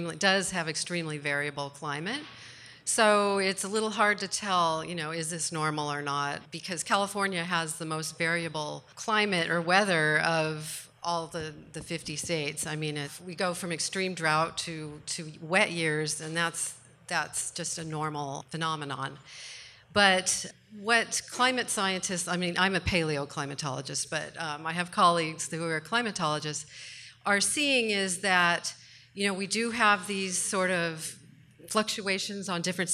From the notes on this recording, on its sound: In front of a live audience in Oakland, CA. Recorded at Awaken Cafe in Oakland, CA.